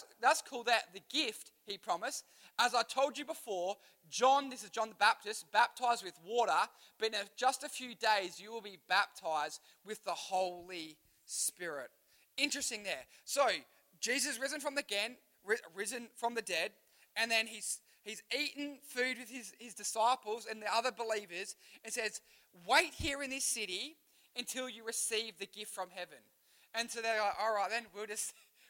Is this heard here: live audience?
yes